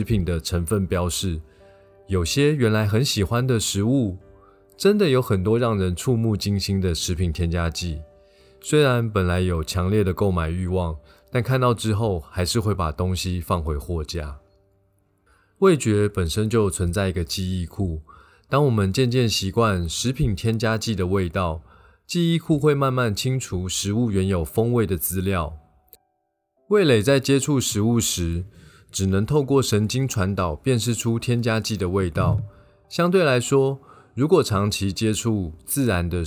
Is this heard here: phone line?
no